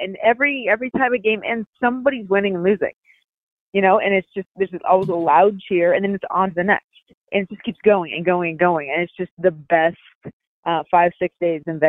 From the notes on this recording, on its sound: over the phone